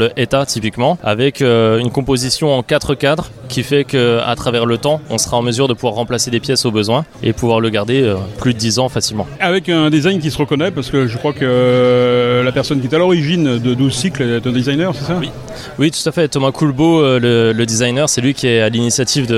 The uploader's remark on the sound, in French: lors du Cargo Bike Festival à Lyon